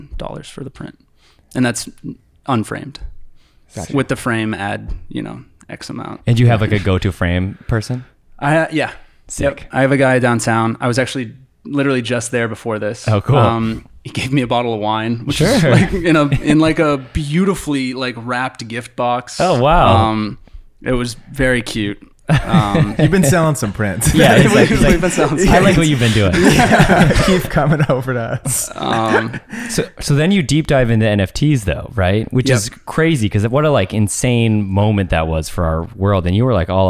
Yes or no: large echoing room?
no